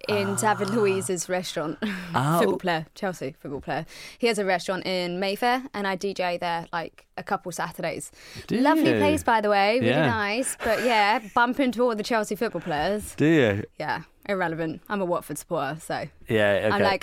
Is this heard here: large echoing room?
no